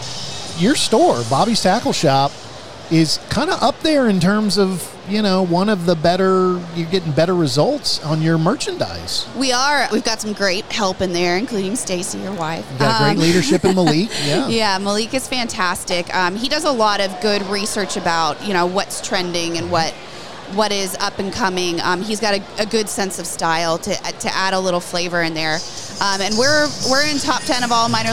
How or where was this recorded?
busy venue